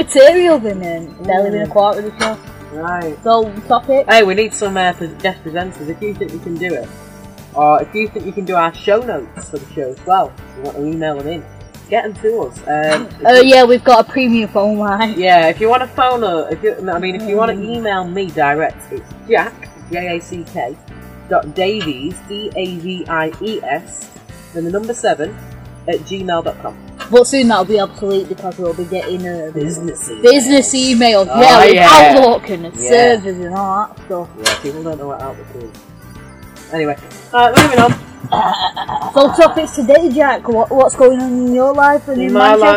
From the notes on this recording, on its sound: We had a few problems with our mics so it took a while for us to get used to the one we were using. Sorry for poor sound quality.